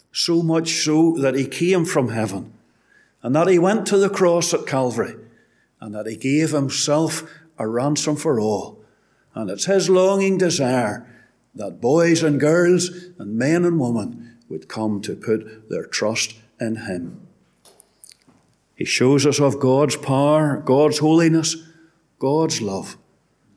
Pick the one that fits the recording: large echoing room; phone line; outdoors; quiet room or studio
large echoing room